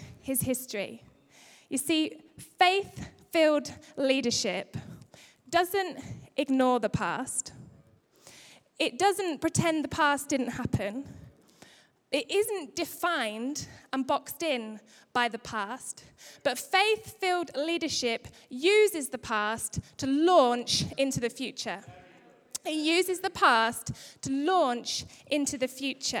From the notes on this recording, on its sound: Recorded live at Life Church on Sunday 21st February 2016.